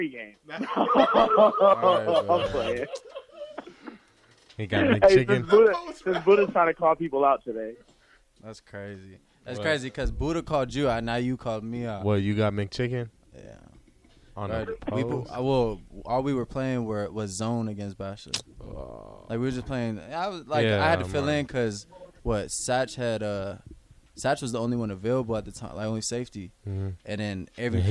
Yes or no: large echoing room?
no